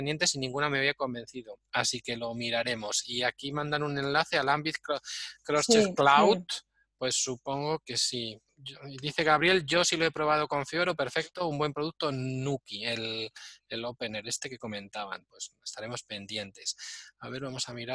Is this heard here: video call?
yes